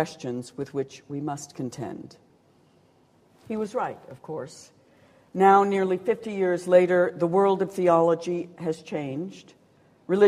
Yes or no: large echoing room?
yes